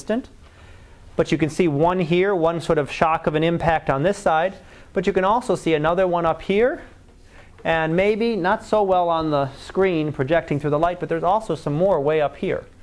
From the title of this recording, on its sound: Live Class Lecture